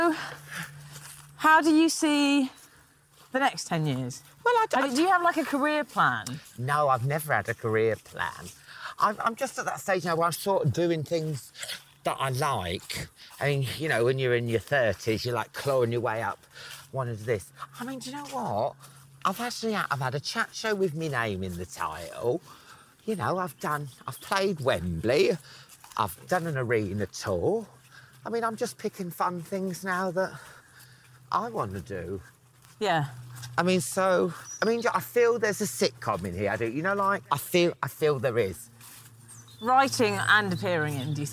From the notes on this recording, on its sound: while walking their dogs